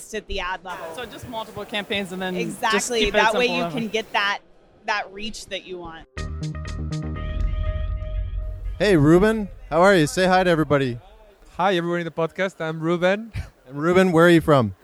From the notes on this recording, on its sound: Live from Traffic & Conversion Summit 2018. Answer questions from Traffic & Conversion Summit attendees, live from the Summit!